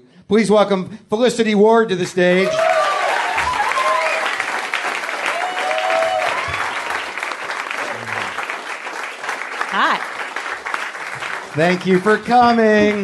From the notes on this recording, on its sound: Episode 178 - Live from Australia. Live at the Melbourne International Comedy Festival.